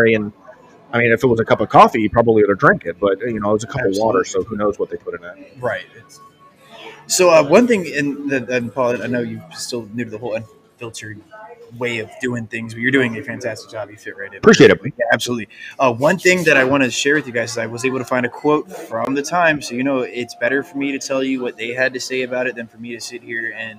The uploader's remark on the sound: History Happy Hour Live at The Pub